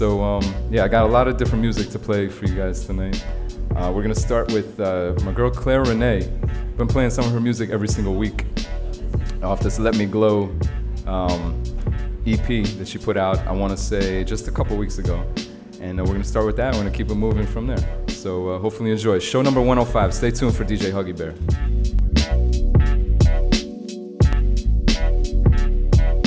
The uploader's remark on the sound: Originally broadcast live on May 1, 2017 from the storefront of The Late Late Bar on Houston Street in New York City.